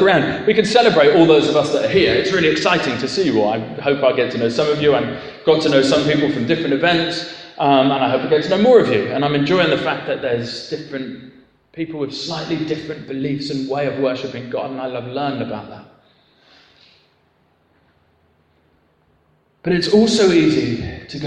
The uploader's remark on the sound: Talk for the ecumenical worship and concert 'Better Together' at Harlington Baptist Church on 27th June 2015